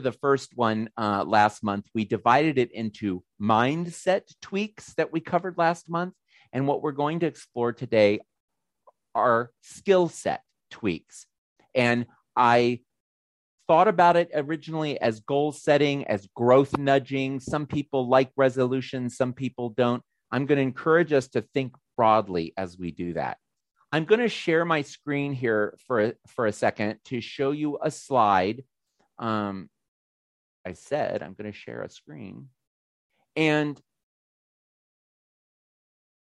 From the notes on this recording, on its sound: This is the audio of a monthly Zoomy Zoom I do with my Patreon Peeps.